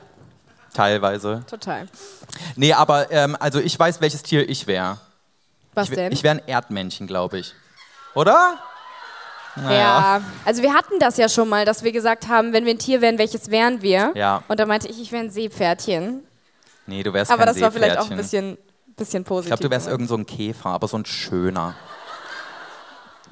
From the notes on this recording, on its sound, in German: Die große Geburtstags-Live-Show. In der Stadthalle Köln. Das hier ist die gekürzte Audio-Version.